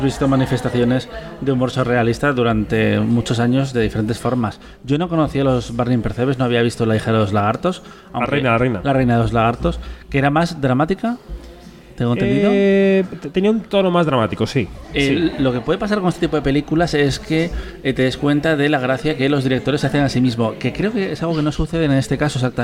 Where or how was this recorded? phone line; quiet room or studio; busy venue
busy venue